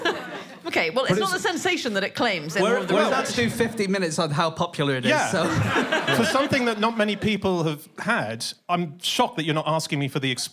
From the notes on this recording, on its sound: In a Christmas special, live from the Soho Theatre